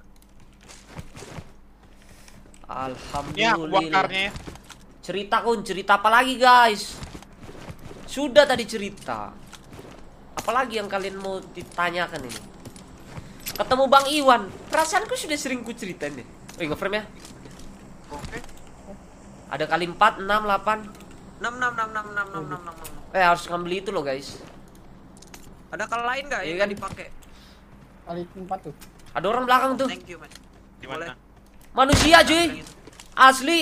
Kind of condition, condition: setting, inside a vehicle